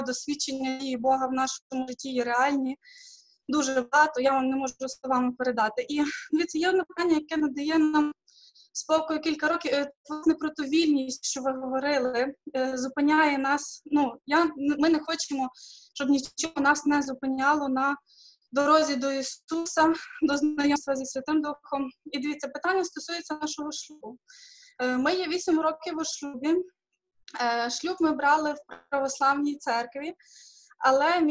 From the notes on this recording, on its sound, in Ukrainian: Zoom зустріч.